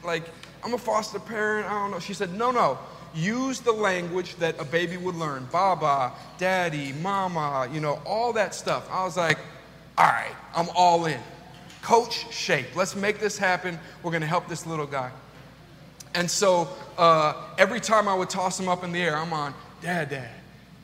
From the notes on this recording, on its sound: This message was delivered on September 18th 2022 at New City Fellowship: West End. At New City Fellowship: West End in St. Louis, MO.